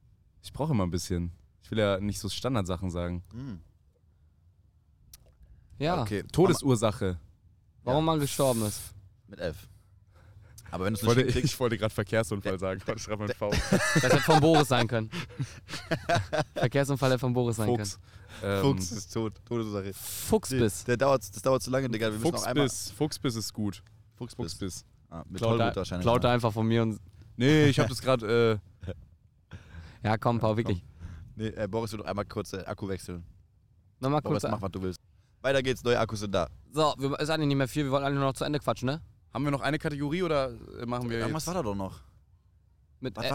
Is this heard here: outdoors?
yes